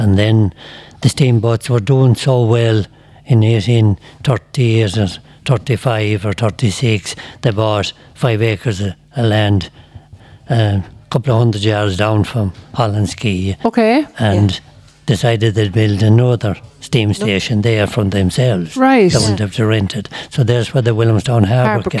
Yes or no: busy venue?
yes